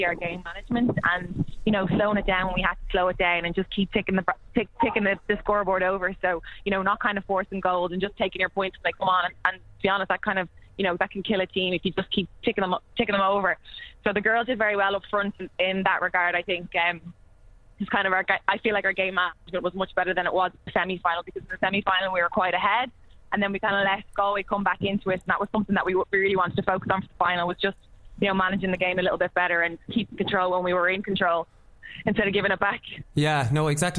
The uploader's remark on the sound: joins on the line from outside the Boars Head!